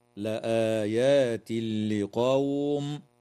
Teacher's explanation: ويدغم التنوين في اللام من غير غنة في قوله تعالى لآيات لقوم، ويدغم في الياء مع الغنة في